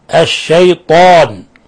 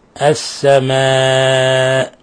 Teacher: لاحظوا كيف رققنا الألف، لأن الميم قبلها حرف استيفال، حرف مرقق · Shown in: second take